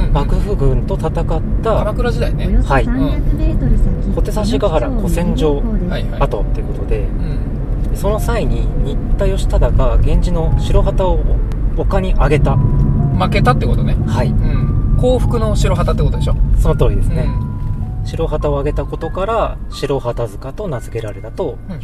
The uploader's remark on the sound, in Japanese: GWなので車でめぐるよ！出身地のスポット。いわくつきの神社と古戦場跡。僕らの出身地であるさいたま県のスポットに10年以上の時を経て再訪します。音声メディアなのにロケ回というチャレンジを今回もまたおこないました。